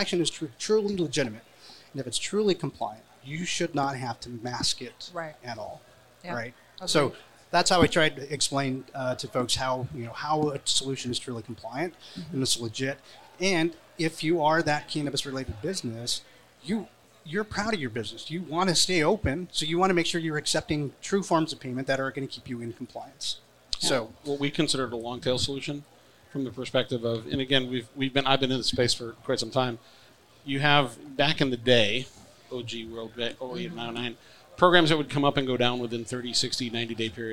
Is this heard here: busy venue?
yes